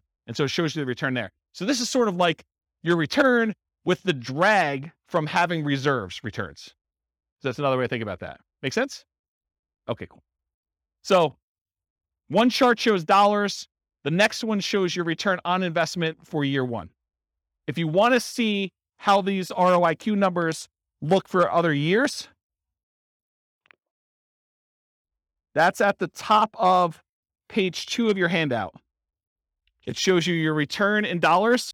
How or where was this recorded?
live audience